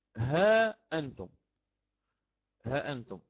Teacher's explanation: إثبات الألف مع تحقيق الهمزة · Term: مد واجب متصل